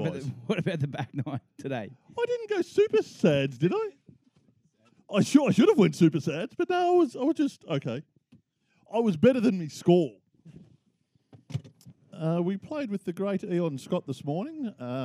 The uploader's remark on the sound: Live Edition. Give you an insight on what its like to play a round of golf with them by taking the Mics to the course!